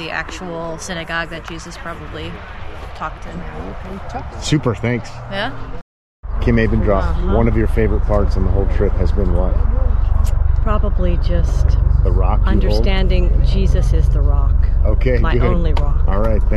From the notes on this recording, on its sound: Recorded on location in Israel.